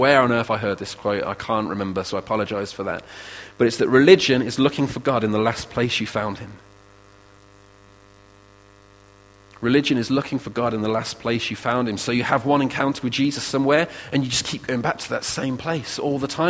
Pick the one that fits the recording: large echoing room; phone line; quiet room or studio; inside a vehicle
large echoing room